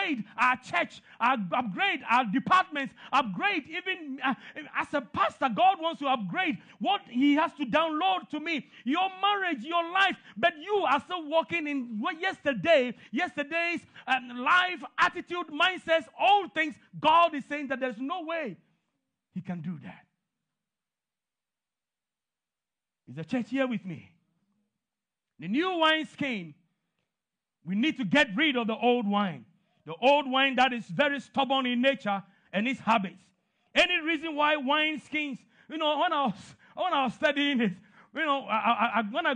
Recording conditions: large echoing room